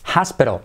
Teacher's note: Hospital, hospital, 64, hospital, como áspero, pero con H, hospital. T como R también, T como R suave